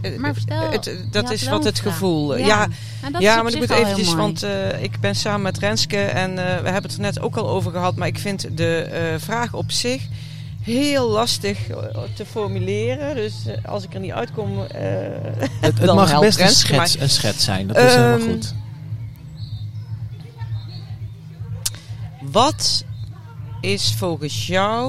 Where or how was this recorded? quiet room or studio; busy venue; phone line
busy venue